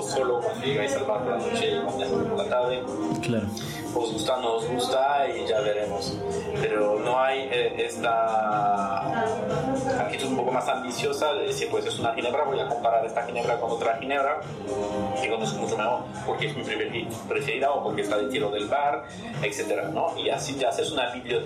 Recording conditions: background noise